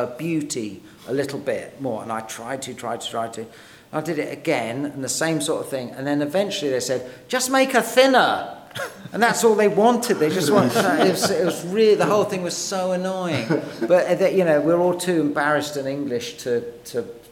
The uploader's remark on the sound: Live at BIF. At this years BIF here in Brighton we had the pleasure of interviewing. In front a live audience.